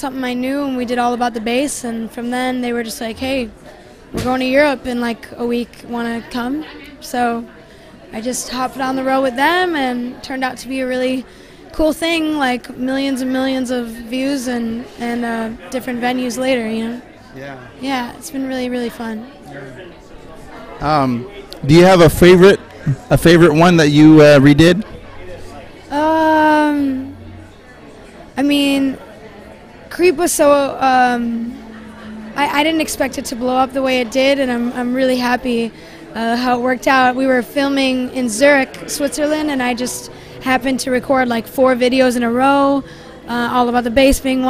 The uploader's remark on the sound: Recorded at Chop Suey in Downtown Seattle.